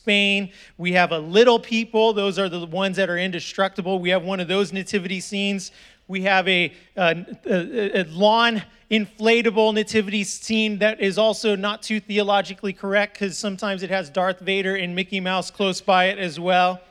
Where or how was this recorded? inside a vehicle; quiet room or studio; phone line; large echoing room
large echoing room